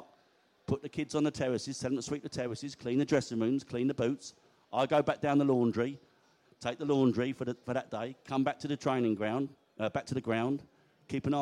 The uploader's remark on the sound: Q&A At The Beesotted Social in the Pub